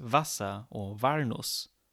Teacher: In German, there is only the fricative W. There is no W in standard German.